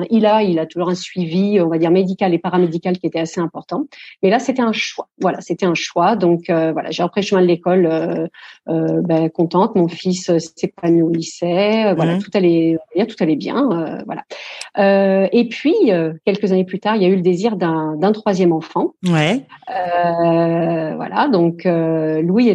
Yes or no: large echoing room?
no